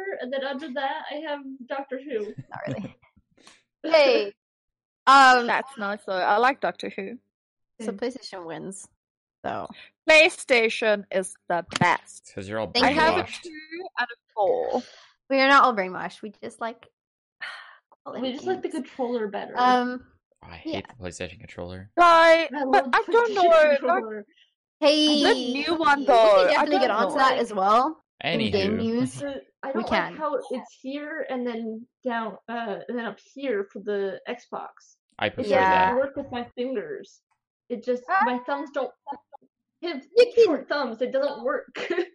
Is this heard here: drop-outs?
yes